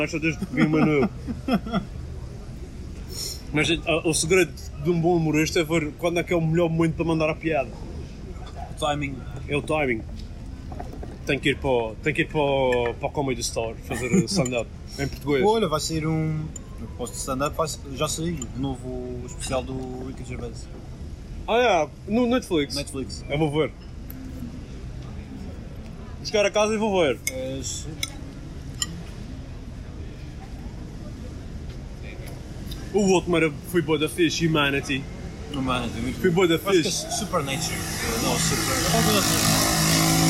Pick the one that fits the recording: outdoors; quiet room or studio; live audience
outdoors